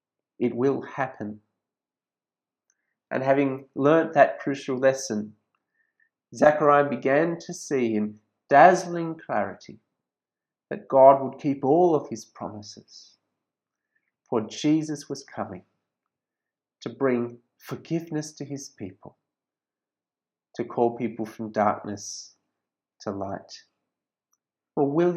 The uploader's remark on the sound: This sermon was preached at St George's Church, Penang on 23rd December 2020.